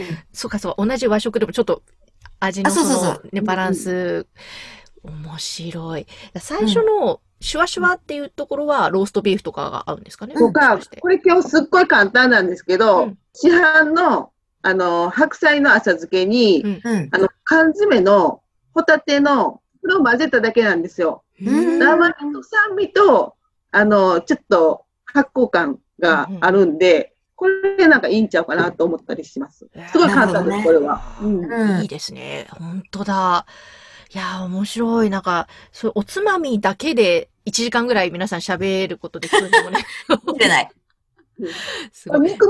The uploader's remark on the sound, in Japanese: Zoom収録